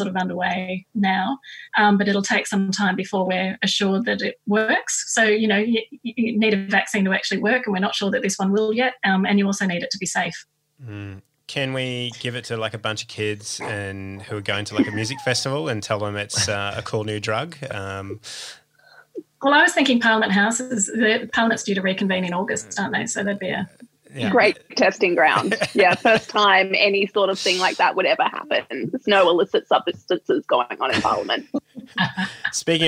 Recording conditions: video call